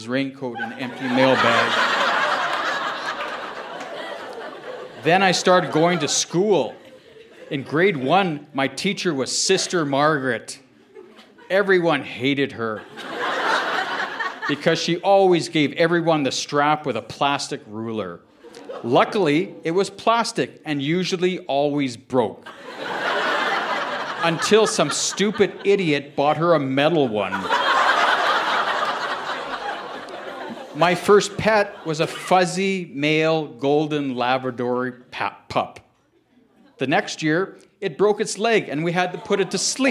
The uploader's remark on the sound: Recorded live at the Artesian in Regina, SK.